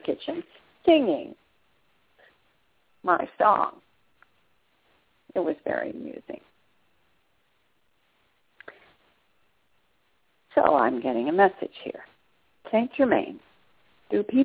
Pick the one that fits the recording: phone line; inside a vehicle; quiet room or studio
phone line